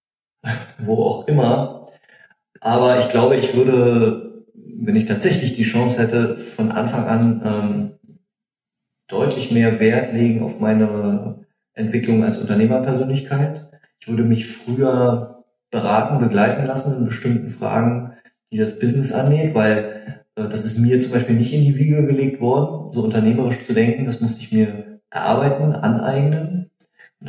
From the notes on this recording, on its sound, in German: Bitte entschuldige die Tonqualität im heutigen Podcast. Ich konnte das Interview leider nicht in der gewohnten Umgebung durchführen.